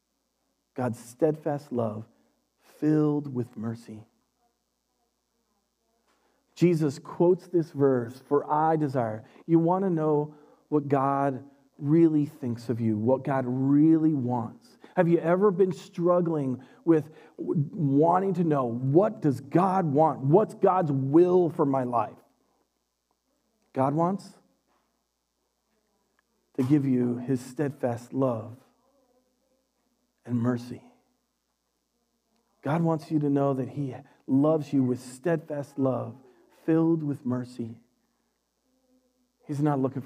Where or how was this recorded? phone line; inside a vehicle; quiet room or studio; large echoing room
large echoing room